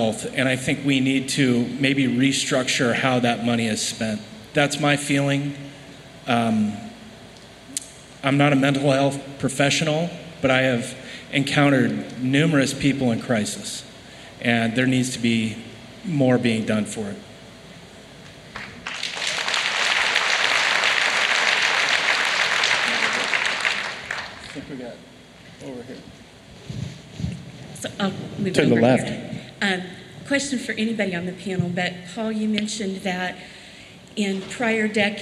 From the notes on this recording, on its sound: CrimeCon Live! The usual suspects traveled to Orlando for CrimeCon ‘23 and took the stage for a special live episode.